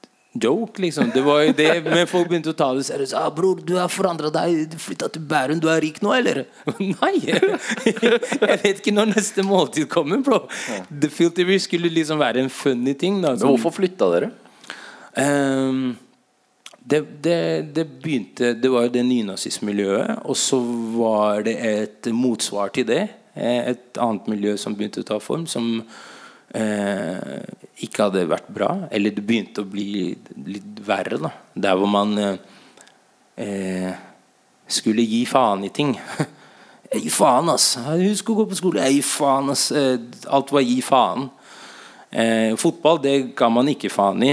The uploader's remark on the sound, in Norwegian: Live på Trekanten i Oslo